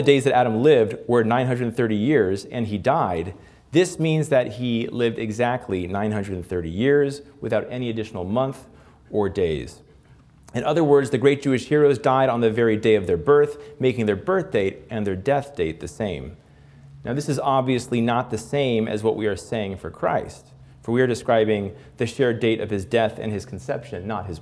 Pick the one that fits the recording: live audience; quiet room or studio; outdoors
live audience